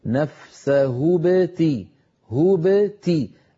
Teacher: كذلك ما مر معنا نفسه بتغاء، لابد أن تكون الباء ساكنة مقلقلة، نفسه بتي هو بتي، الكسر يبدأ من حرف التاء لا يبدأ من الباء قبلها